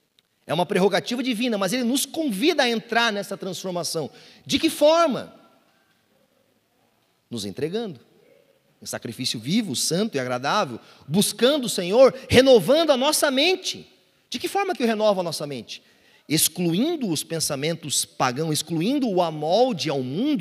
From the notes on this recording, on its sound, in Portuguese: Culto Domingo (Onda Dura Belo Horizonte). Local gravação: Onda Dura Belo Horizonte.